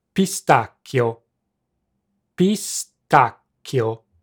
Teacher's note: English speakers also fail to pronounce the double C, which is pronounced by holding the consonant for a brief second before releasing. It sounds something like a very short pause in the middle of the word.